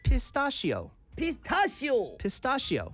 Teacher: CH라고 ch 발음을 하지 말고요. sh 발음을 내야 됩니다.